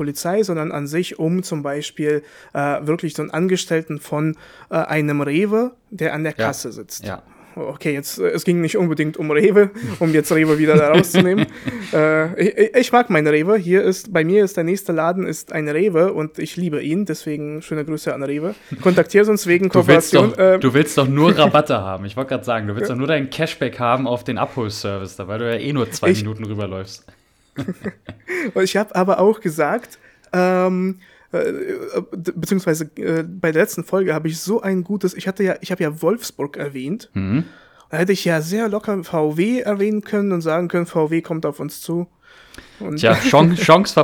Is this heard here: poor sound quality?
no